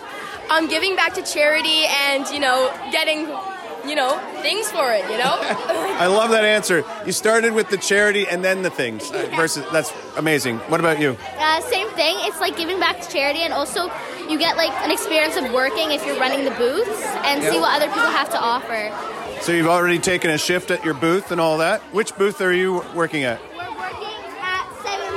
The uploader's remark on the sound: We took our microphones to the halls of the Lower, Middle, and Senior Schools during Connections Week to listen to the sounds and voices of our students raising money for our Connections Partners.